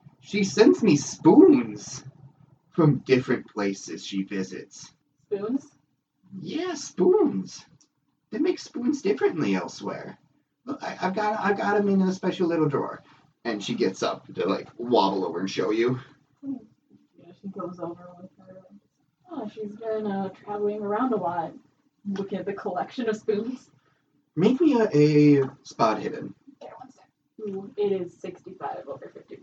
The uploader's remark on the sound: Apologies for the sound quality. We are in the midst of migrating equipment and hope to have better production soon.